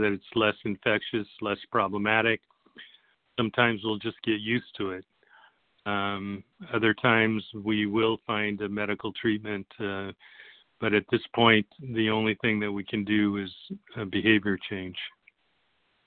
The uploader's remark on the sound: Telephone Town Hall